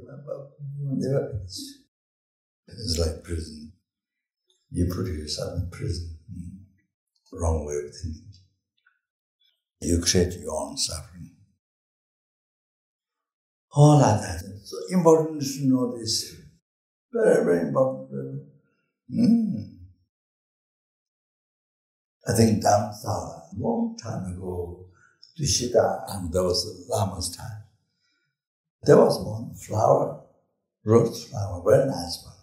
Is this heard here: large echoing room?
yes